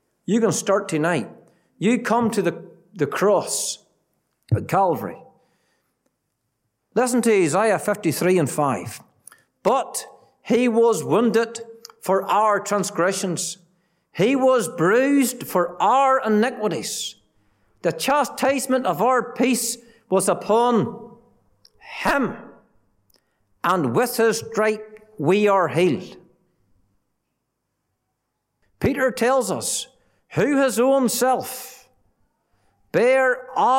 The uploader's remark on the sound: Gospel Audio from Ballyclare Gospel Hall